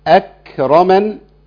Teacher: طبعا الكاف هنا ساكنه كتير معانا فاك لازم الهواء يطلع معايا مع الكاف · Term: الهمس